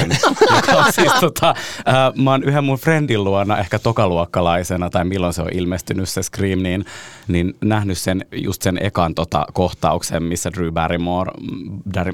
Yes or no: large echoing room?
no